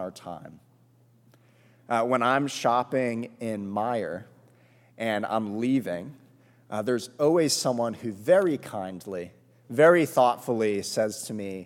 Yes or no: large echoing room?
yes